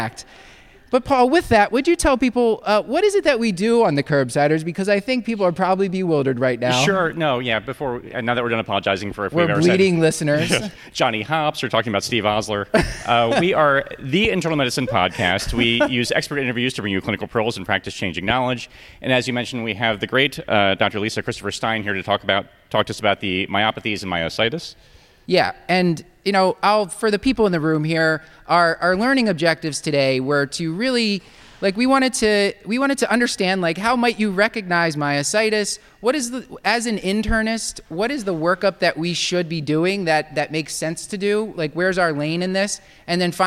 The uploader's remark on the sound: Recorded LIVE at Johns Hopkins.